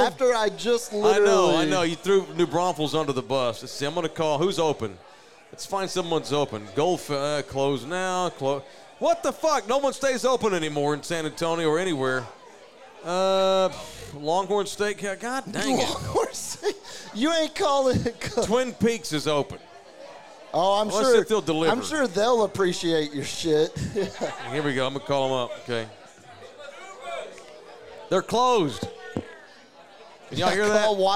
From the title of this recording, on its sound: Live from McFinnigan's Pub